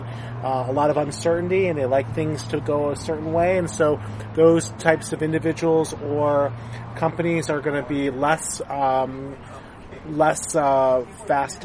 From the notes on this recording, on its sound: outside a Coffee Bean and Tea Leaf in Irvine